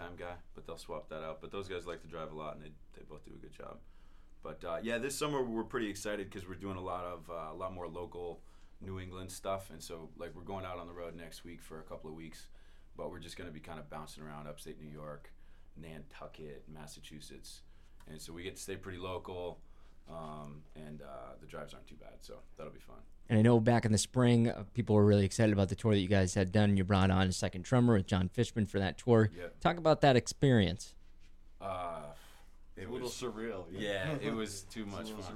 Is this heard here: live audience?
no